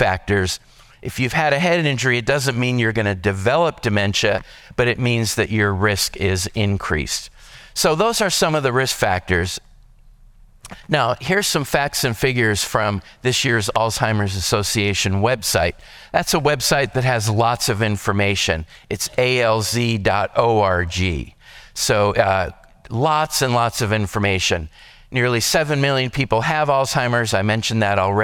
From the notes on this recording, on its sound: This podcast is a session recorded from our Alzheimer's and Dementia seminar held here at McGregor Baptist Church.